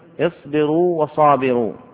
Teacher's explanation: فلا تقل اصبروا وصابروا، ولكن قل اصبروا وصابروا، فتبين الواو الأولى وتمكنها · Term: مد التمكين